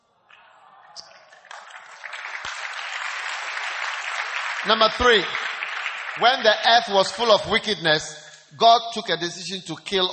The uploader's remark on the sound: Preached at the Wisdom Impartation Service.